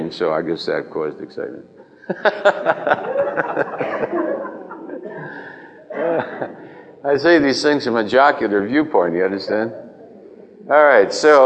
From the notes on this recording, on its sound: answers a variety of questions from the audience